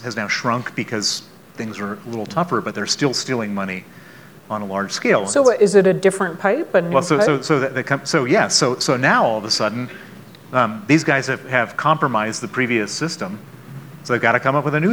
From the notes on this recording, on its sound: on stage at the Aspen Ideas Festival